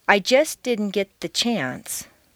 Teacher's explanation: the ending st of just and the beginning d of didn't are so near each other in the mouth, it's not worth the effort to start the sound all over again, so they just flow into each other. You don't say, I just didn't get to the chance, but do say, I just didn't get the chance. · Term: consonant-consonant liaisons